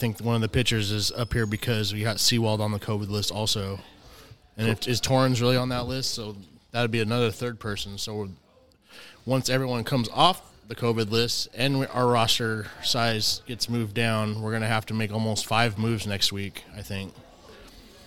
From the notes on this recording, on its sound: Live from the Boxcar Ale House! Record for the first time in person along with guests from the Boxcar Ale House in Seattle, WA.